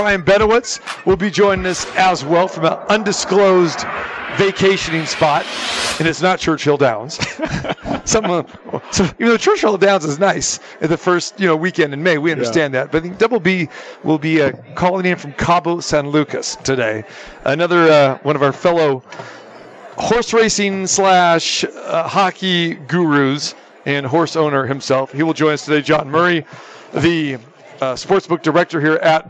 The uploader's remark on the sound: Live From the Super Book at the Westgate Las Vegas